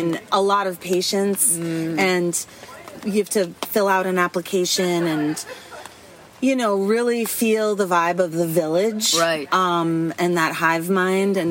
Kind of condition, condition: fault, sounds in the background